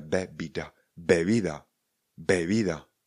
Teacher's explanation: to B na začátku je trošku tvrdší, než to bylo prostřed